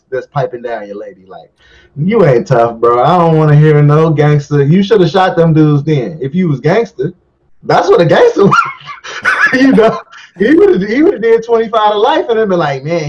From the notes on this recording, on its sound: Low Fi Audio.